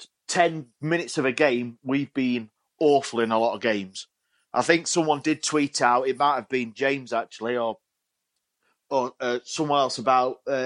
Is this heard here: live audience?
no